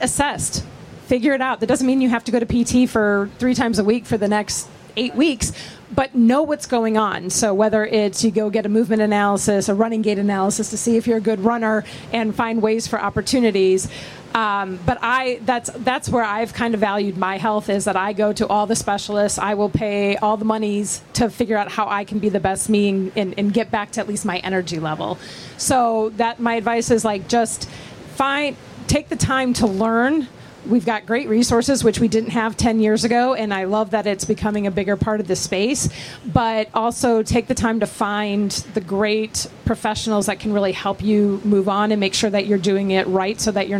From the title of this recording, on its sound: Live from VinFast Ironman World Championship